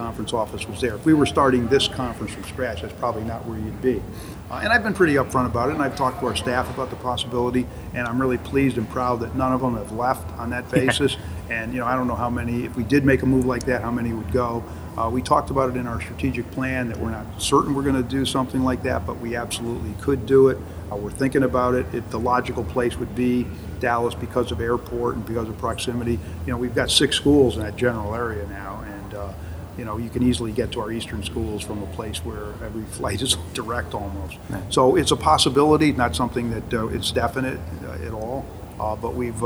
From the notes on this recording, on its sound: In Mohegan Sun Arena at the American Athletic Conference Championships. Just ahead of the Championship Game.